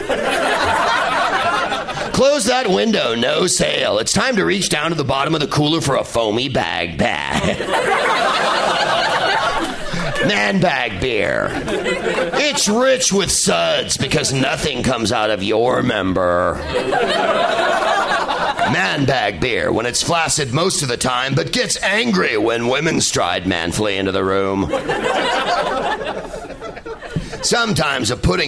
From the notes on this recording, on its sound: Live from the Punchline in Sacramento.